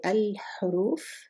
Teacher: It's in the throat. So ha is far enough from the lam that we can say l-ha, no problem. · Term: moon letter